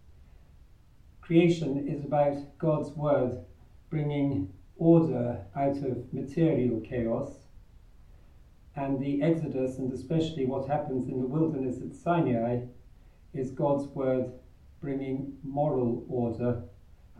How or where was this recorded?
live audience